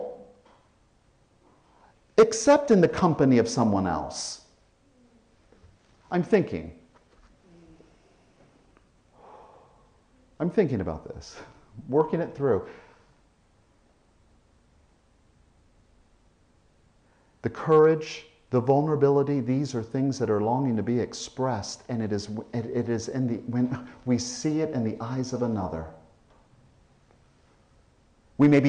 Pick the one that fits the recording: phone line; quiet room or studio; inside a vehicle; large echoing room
large echoing room